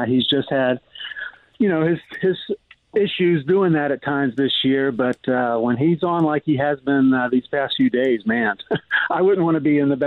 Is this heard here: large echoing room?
no